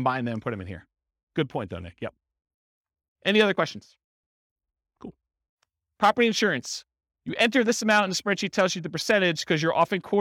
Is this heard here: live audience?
yes